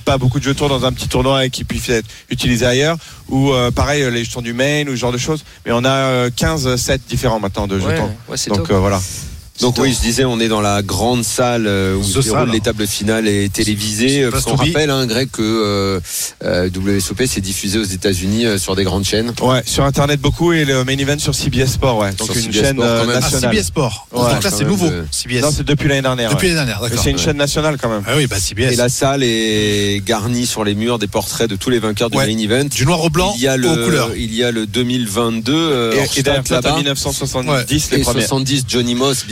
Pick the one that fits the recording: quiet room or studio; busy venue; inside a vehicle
busy venue